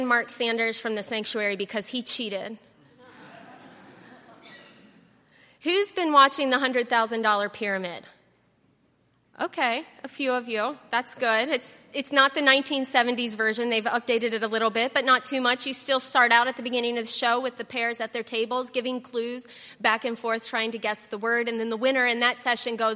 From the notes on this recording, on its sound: at Highland Baptist Church